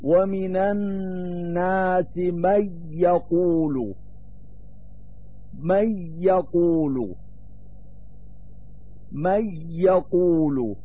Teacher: قراءة حمزة الكوفي مجردة من الغنة، لأن الإدغام في روايته تام، فالنون الساكنة في قراءته تحذف لفظا وصفة، فهو يقرأ قوله تعالى: ومن الناس من يقول، من يقول، من يقول.